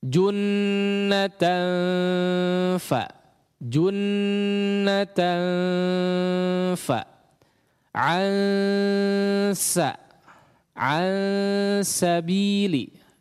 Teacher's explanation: Jadi bunyinya itu antara N dengan ang, kemudian bersiap mengucapkan huruf selanjutnya. · Term: ikhfa